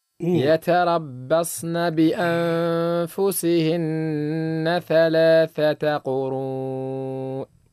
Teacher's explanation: النون عند الفاء. عند الفاء إخفاء بغنة